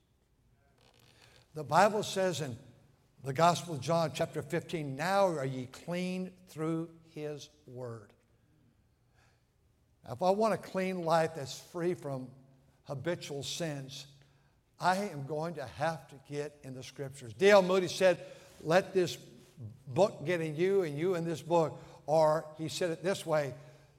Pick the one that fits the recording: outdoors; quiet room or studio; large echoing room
large echoing room